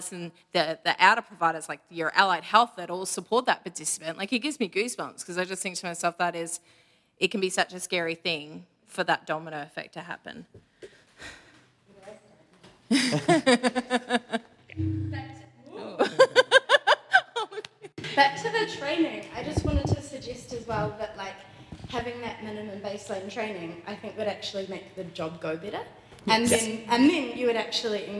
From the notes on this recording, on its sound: Recorded in front of a wonderful audience in Forest Lake QLD.